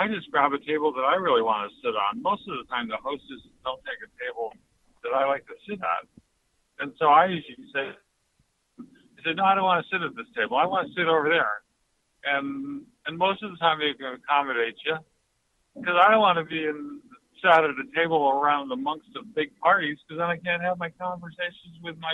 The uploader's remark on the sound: RANTS start us off during the 5pm hour, plus phone calls.